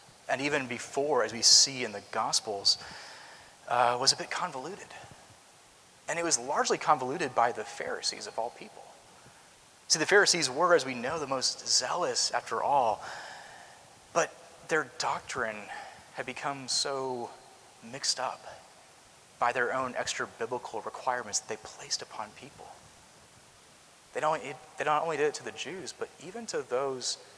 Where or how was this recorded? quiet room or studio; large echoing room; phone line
large echoing room